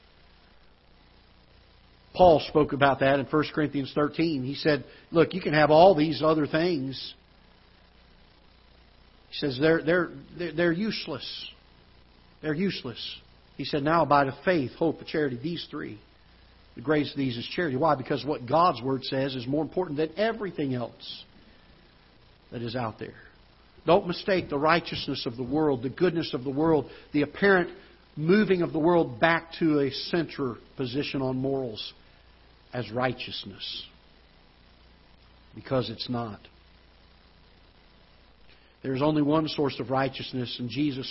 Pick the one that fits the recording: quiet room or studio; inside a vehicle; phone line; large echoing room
large echoing room